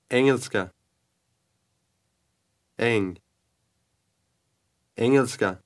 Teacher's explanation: Be sure you're saying eng and not ing.